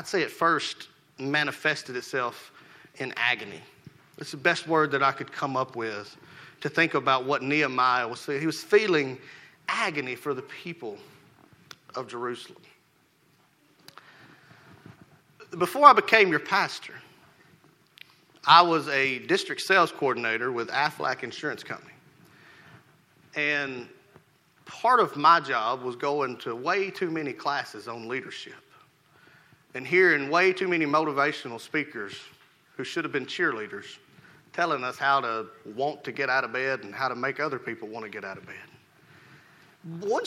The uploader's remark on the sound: Rocky Valley Baptist Church morning service